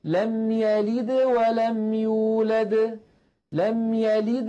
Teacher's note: ولما ينطق الدال يلد الفم مباشرة يريد أن يتهيأ إلى الواو التي بعد الدال · Term: القلقلة